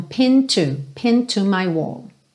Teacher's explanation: Isso tanto no inglês americano quanto no britânico. Então, como essa palavra termina em D, a gente já liga no T do to